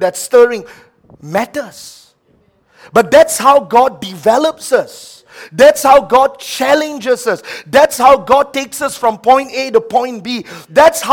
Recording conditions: large echoing room